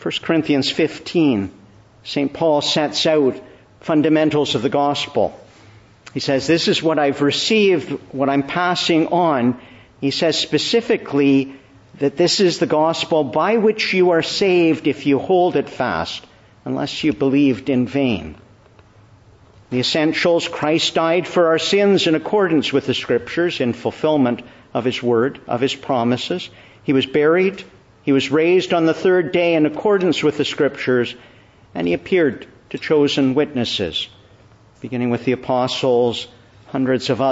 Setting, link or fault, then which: setting, large echoing room